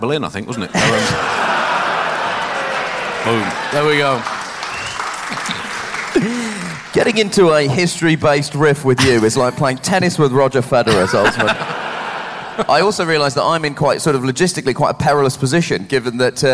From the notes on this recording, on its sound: Recorded 'live' in Edinburgh.